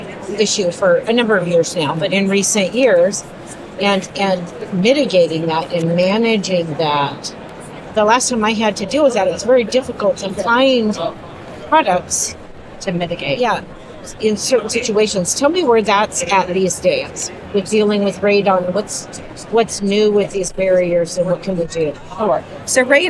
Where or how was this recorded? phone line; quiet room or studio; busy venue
busy venue